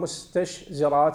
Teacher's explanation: بالشدة، لأن التاء شديدة والشين رخوة لينة، وتضاد الزاي في ماذا؟ في الجهري، فالشين مهموسة والزاي مجهورة، فلما وقعت الشين مضادة لما قبلها ومضادة لما بعدها، أدى ذلك إلى أن تكون الكلمة متنافرة الحروف، ثقيلة النطق بها، عسيرة النطق بها.